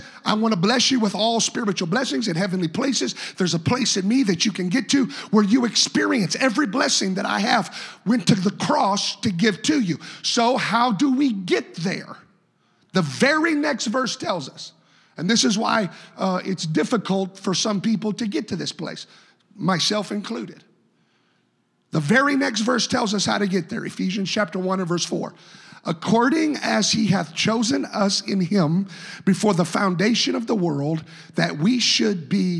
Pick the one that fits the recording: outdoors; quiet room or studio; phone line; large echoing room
large echoing room